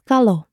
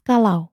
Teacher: many people read kalau with the second diphthong, au, at the end as kalo, not as kalau.